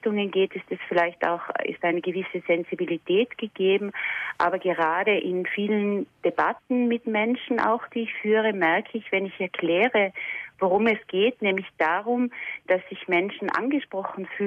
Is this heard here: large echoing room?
no